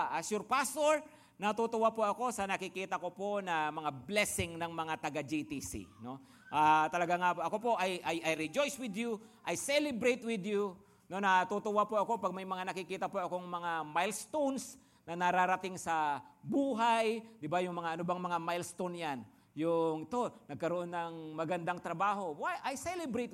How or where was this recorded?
live audience